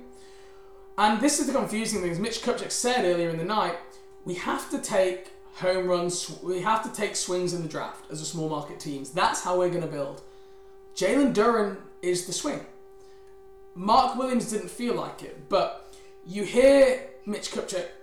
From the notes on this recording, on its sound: LIVE Draft Show. Apologies for the minor humming background noise, we are unsure why this is. We found if you turn the volume down it's more manageable.